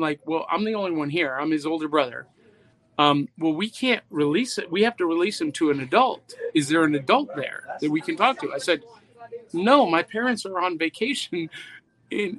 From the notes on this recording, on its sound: live from Hitchhiker Toys!